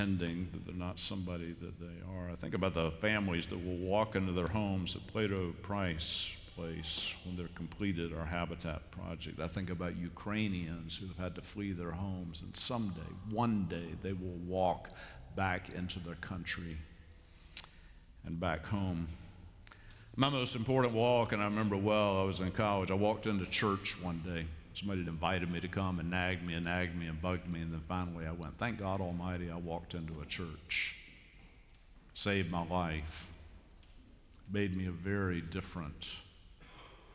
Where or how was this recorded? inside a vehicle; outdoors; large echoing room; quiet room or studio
large echoing room